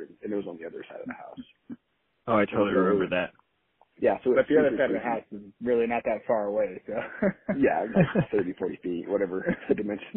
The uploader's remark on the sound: Audio for this episode was recorded via phone call and is not our typical quality